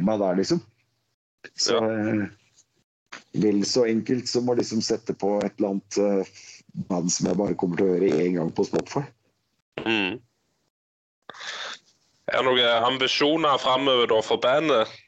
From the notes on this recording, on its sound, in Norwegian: Podcasten er innspilt via Skype.